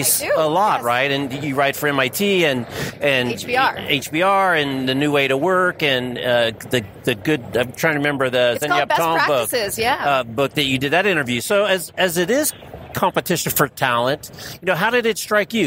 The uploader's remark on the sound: TheCUBE kicks off our coverage of ServiceNow Knowledge 18. At the Sands Expo Hall in Las Vegas.